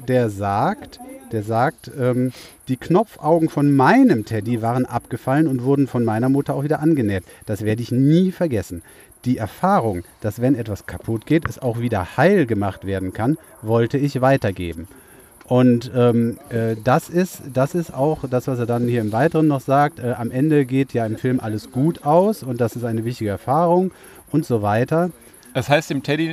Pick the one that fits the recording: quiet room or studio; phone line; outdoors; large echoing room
outdoors